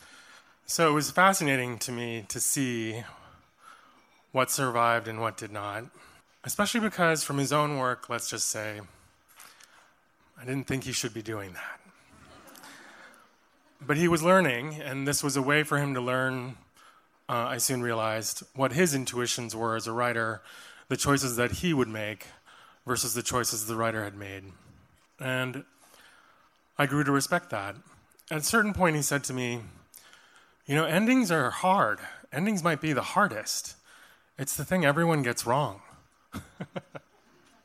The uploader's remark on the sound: Previously recorded storytelling performances from our live Seriously Entertaining shows at Joe's Pub at The Public Theater in New York City as well as new audio segments from our outreach programs, including our bookmobile outings and work with high school students.